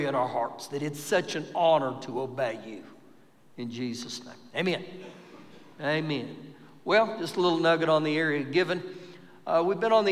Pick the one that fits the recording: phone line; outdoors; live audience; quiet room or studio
live audience